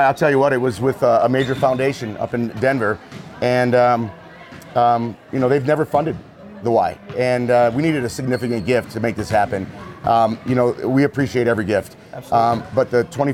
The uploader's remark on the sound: This episode is live at the grand opening of the brand new YMCA in Fountain, Colorado. If you hear basketballs in the background that's ok because we are on location and LIVE!